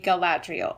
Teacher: I think I've heard most people put the accent on the second syllable